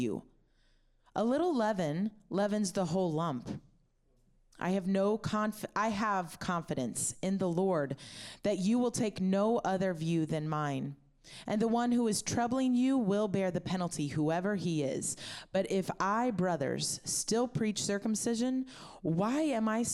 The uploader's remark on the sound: audio from New City Church in Champaign-Urbana, IL